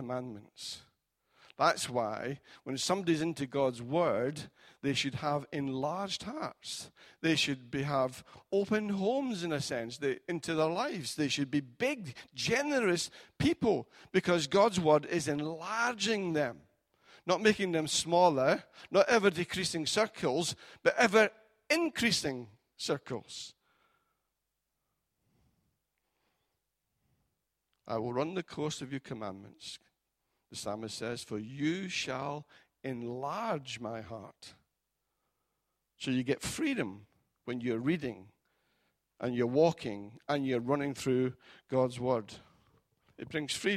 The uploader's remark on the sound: Recorded at freedomcentre church, Preston on Sunday 14th January 2018